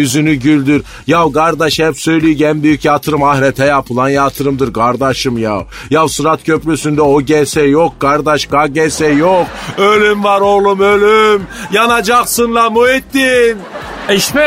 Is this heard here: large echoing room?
no